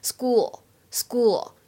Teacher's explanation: 末尾的这个 l 它其实是有做口型的，就是当你放完 school 之后呢，用你的舌尖抵一下上齿龈，完成这个发音。 · IPA: [sku:l]